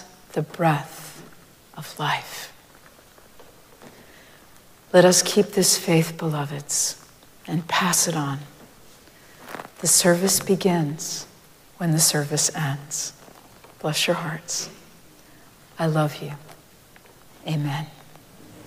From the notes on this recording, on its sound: Recorded live at Arlington Street Church